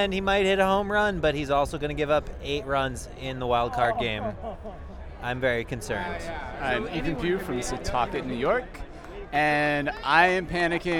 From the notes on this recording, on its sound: Live From Citi Field. We're coming to you from the most exciting Mets game of this roller coaster season.